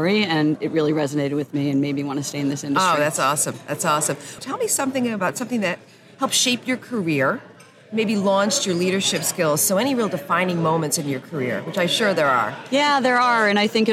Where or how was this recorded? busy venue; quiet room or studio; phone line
busy venue